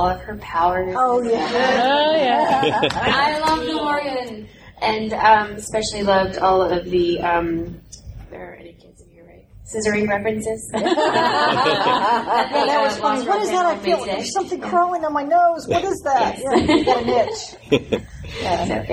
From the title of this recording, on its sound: Fan Panel at Dragon Con 2014